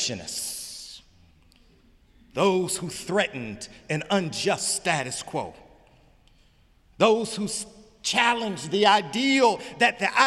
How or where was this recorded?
large echoing room